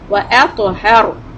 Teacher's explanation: the ra when you stop on it will be heavy because there's a fatha on ha